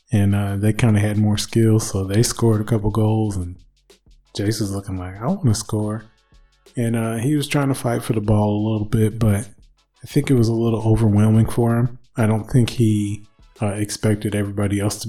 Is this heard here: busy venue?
no